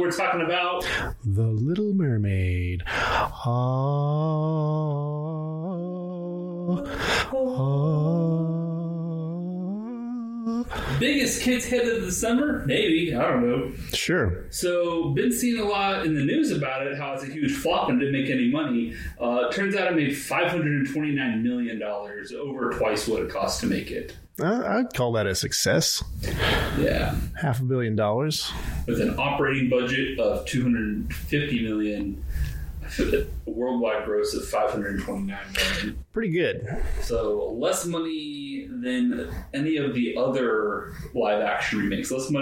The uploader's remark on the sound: AUDIO ALERT!!!!! The audio isn't perfect, but it is manageable.